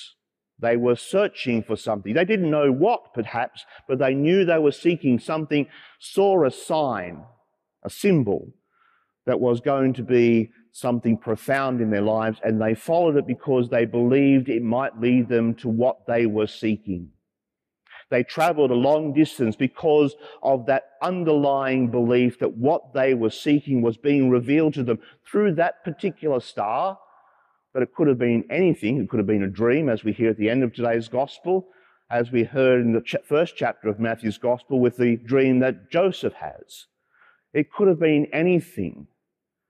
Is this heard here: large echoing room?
yes